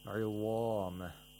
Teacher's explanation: the root of the tongue raised and also the pharynx constricted · Term: pharyngealization